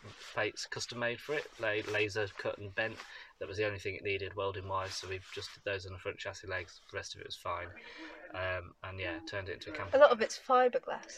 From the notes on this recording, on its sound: all recorded from my 1968 Morris Minor, Peggy